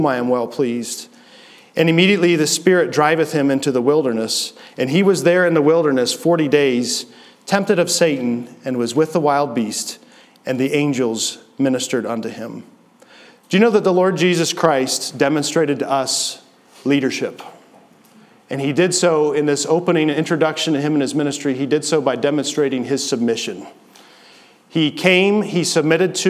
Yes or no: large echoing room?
yes